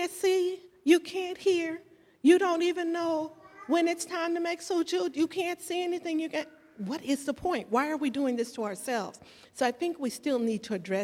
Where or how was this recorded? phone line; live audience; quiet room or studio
live audience